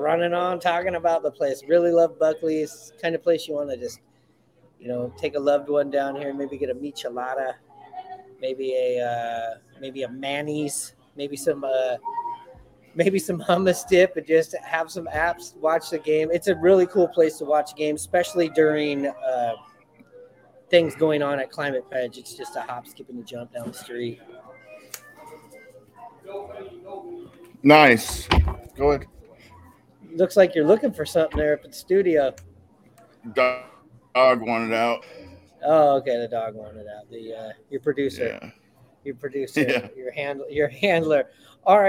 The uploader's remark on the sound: Live from Buckley's!